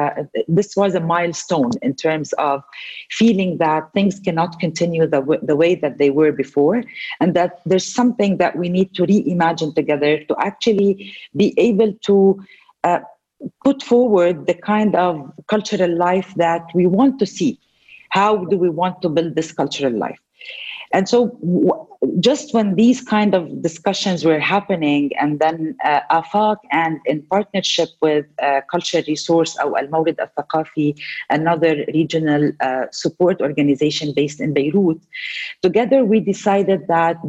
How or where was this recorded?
video call